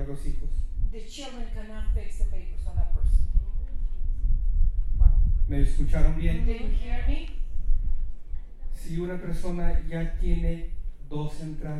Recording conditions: busy venue